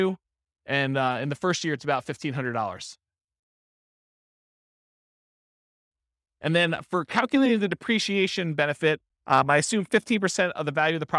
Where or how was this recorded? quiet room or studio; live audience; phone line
live audience